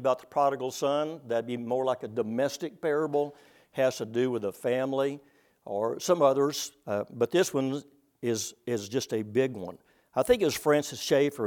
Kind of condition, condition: setting, large echoing room